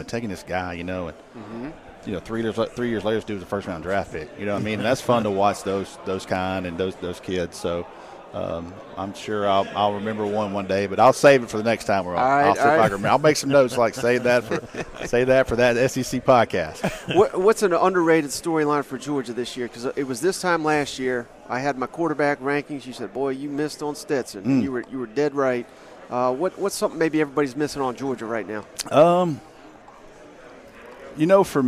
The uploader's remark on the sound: joined us live from 2023 SEC Media Days!